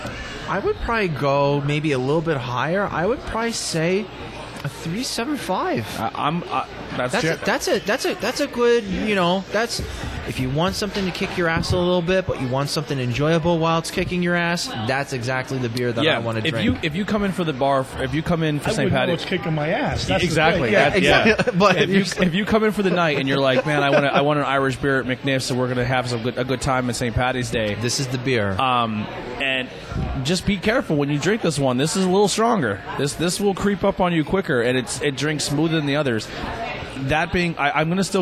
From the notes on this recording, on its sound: We are on location At Mcniffs In Mahanoy City